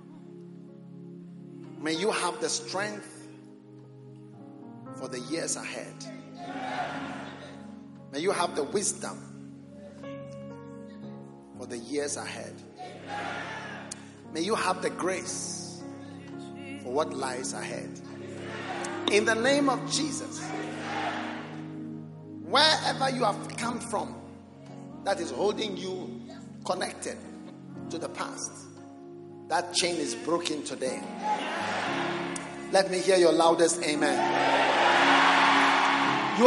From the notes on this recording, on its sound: Preached at the Prophetic Encounter Service.